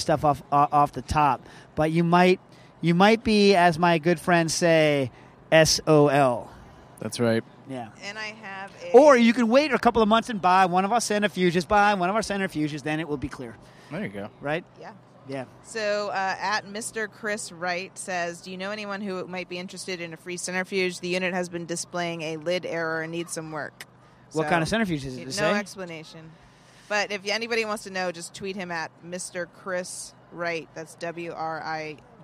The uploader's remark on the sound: LIVE From Bass Pro Shop in Bridgeport, CT